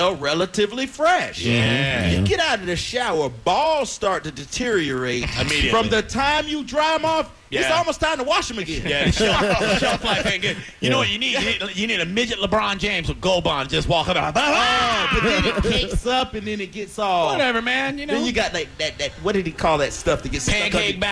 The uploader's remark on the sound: Live from Gennaro's. The most epic of night time radio cross overs happened.